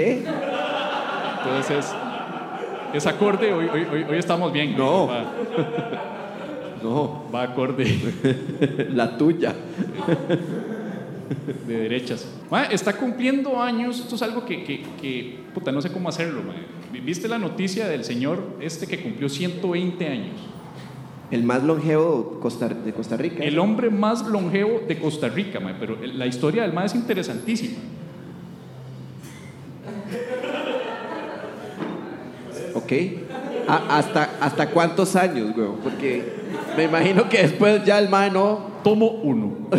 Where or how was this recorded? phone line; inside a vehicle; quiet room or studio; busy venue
busy venue